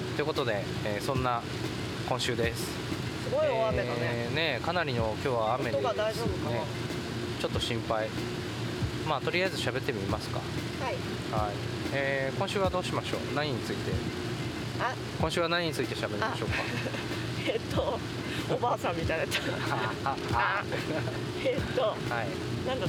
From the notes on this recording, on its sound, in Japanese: なぜか雨天の車移動中に収録しました。